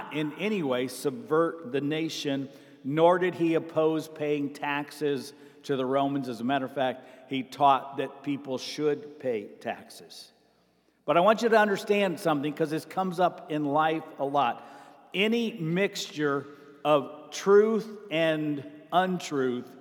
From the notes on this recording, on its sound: Sermon Preached on June 11, 2023, at Avondale Baptist Church.